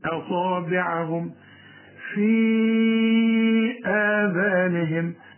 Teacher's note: هنمد الياء دي أربع حركات عند الوصف من أجل الهمزة